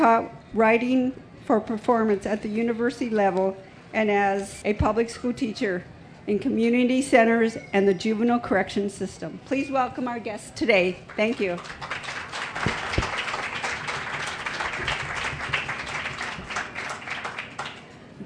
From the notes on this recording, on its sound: 30 Minutes features a panel from the Pima County Public Library’s Nuestras Raices Pavillion at the 2015 Tucson Festival Books.